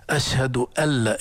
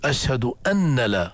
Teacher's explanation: علم التجويد علم ادائي، علم لغوي، هي في الاذان اشهد ان لا، لكن هذه النون العرب لا ينطقونها، يدخلون النون الساكنة في اللام وبيسموه هذا إدغام بلا غنة. · Shown in: first take · أشهد ألا، الخطأ هنا ليس خطأ شرعيا لكن خطأ لغوي، تشديد أن، يعني خطأ أن تقول أشهد أن لا خطأ، ولكن تقول أشهد أن، لكن هذه النون ندغمها فصارت أشهد أن لا إله إلا وأشهد أن محمدا.